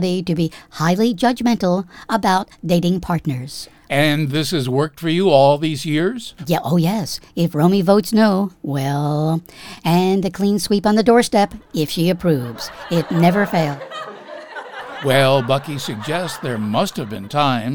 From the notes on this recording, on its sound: Live from New York’s historic Stranded Theater on Broadway.